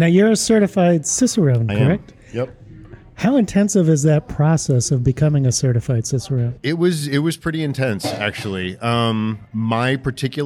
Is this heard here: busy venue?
yes